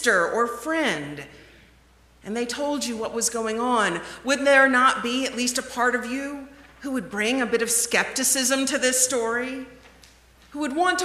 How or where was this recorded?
large echoing room